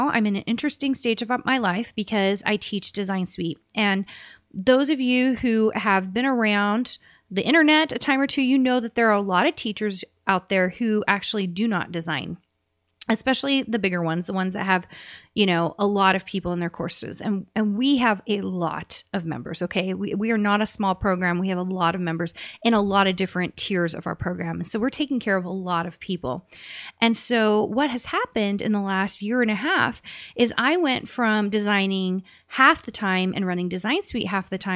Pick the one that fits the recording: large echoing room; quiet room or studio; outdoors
quiet room or studio